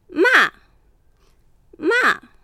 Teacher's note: 思い切り高い音から下へと一気に下げる。 · Term: 第四声